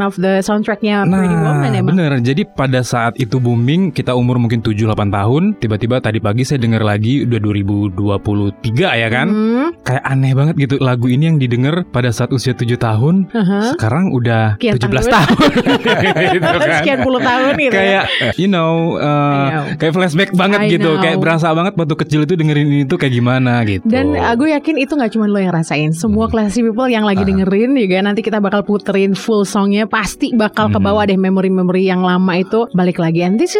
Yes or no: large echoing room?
no